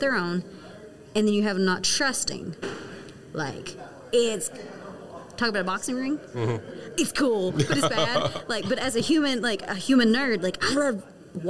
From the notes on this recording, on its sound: Broadcasting live from Safety Day 2021 - Presented by the ACFS. During this live recording at Safety Day 2021. Some of the interviews that I was able to do in person at safety day 2021.